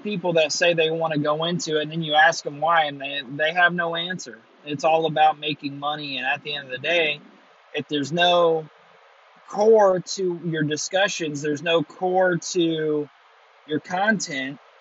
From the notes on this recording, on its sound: Coming to you live at 2am with my shitty AirPods. Driving home from a trip to visit my mother I decided to record my thoughts with my shitty AirPod mic.